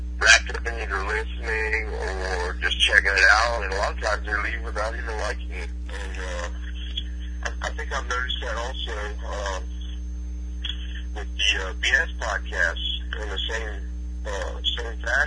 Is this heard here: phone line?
yes